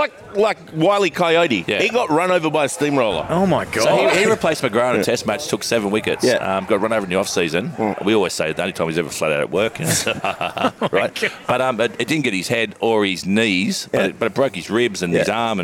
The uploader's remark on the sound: This podcast was recorded at Bamfords Kirribilli.